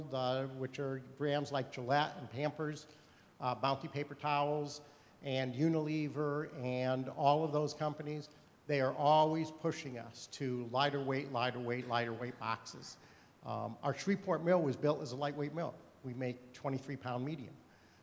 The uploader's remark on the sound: During the session "Milling Around" at the Paper Recycling Conference 2012.